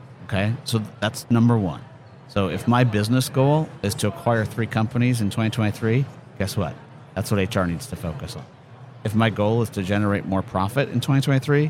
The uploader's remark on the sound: Live at the HR tech 2022 conference